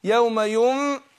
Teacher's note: يبقى هنا بطن الشفة اهي السفلى مع الثنايا العليا